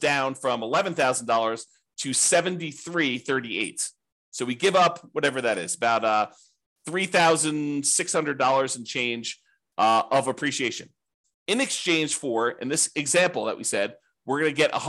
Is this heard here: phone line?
no